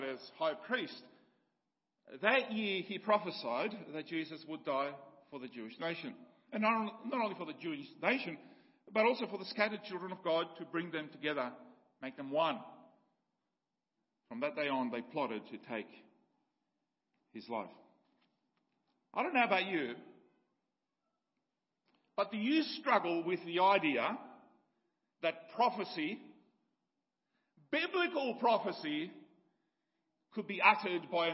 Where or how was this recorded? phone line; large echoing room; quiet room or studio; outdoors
large echoing room